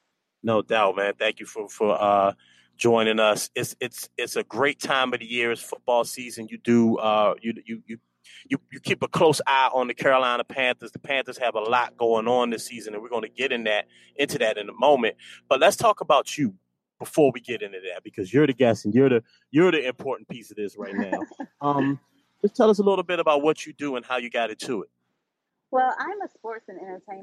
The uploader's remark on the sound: This episode was recorded via Google Chat.